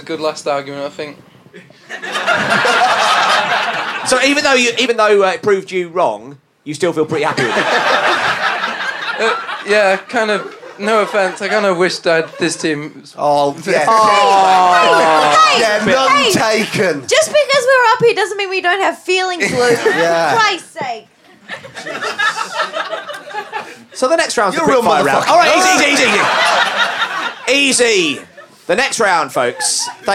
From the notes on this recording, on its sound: recorded at the Pleasance during the Edinburgh Fringe 2012.